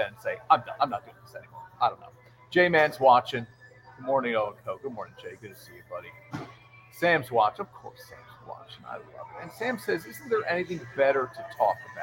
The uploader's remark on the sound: LIVE from Minogue's!